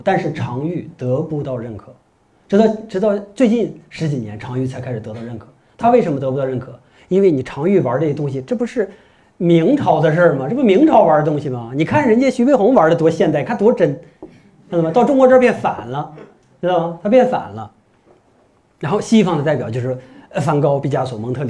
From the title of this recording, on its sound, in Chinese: 讲座录音